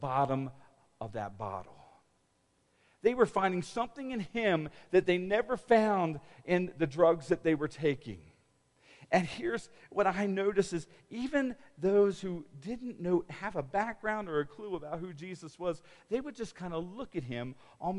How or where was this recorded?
large echoing room